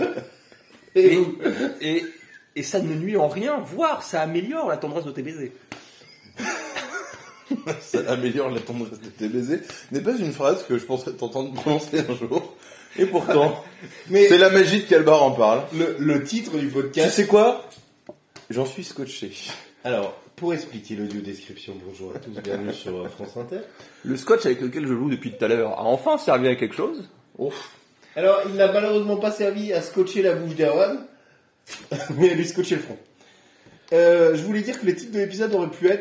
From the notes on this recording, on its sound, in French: Des bruits de fonds désagréables.